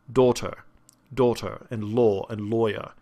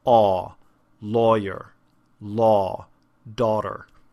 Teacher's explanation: The British sound is actually much more closed. · Shown in: first take